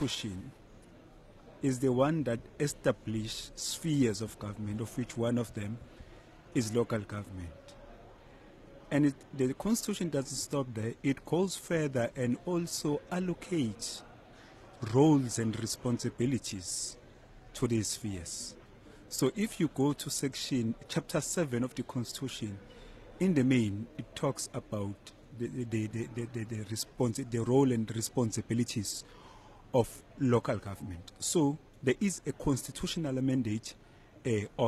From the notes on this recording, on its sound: SALGA hosts National Conference. We bring you day 2 ofSALGA’s National Conference where we are broadcasting from over till tomorrow. Stakeholders from municipalities, provincial and national government, the business sector as well as think tanks are convening here in Cape Town.